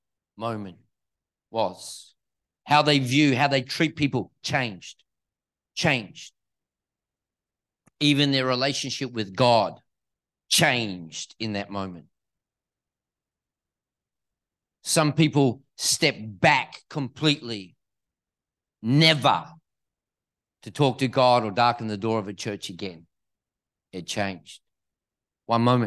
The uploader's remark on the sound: This message was recorded at Neuma Church, Perth in May 2023.